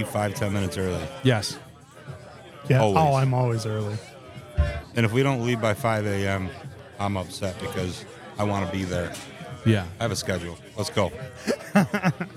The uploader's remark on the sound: Stupid Questions at Luau 2023. For this episode we headed up to Rochester, NY for the Mortalis Brewing Company and Swiftwater Brewing Luau beer festival to record asking stupid questions at the brewer's party.